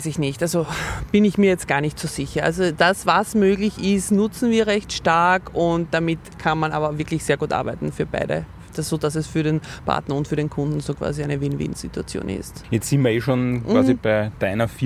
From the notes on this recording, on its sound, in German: aufgenommen haben wir das Interview im Sommer im Park von Schönbrunn in Wien – daher düst auch mal ein Bimmelzug an uns vorbei